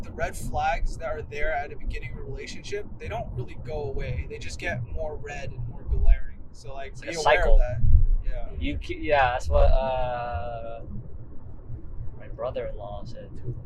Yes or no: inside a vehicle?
yes